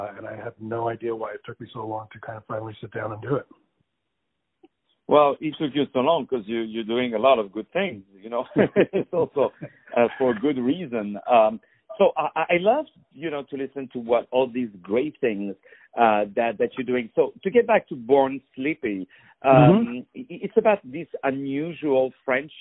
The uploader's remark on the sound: On the phone